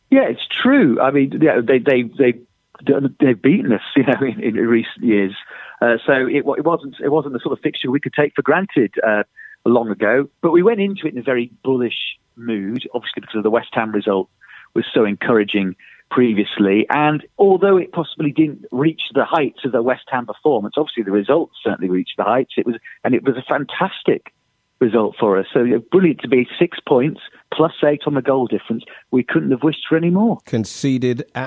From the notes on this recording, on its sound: on the phone